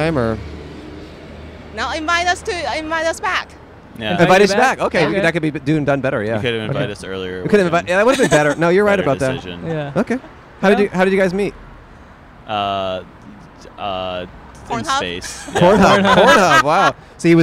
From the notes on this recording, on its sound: Recorded on Sunset Blvd in Hollywood, CA.